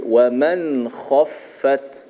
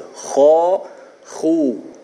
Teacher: kha adalah huruf yang bersifat dengan at-tafkhim ataupun bersifat dengan tebal. Ha, maka huruf kha yang berbaris di atas, bagi depan semua tu kita baca tebal.